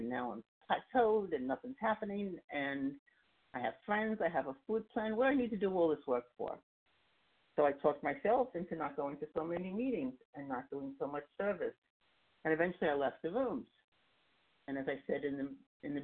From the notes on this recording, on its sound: 100 Pounders Phone Meeting.